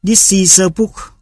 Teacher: Bốn âm tiết của tiếng Anh, this is a book, khi được kết hợp lại thành câu sẽ được phát âm nối dính với nhau thành This is a book. · Term: nối âm